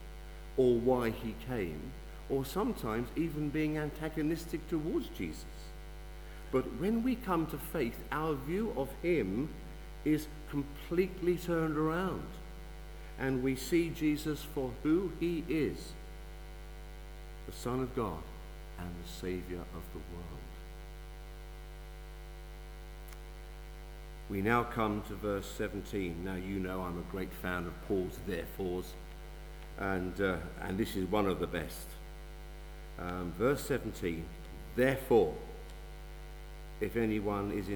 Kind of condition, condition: setting, large echoing room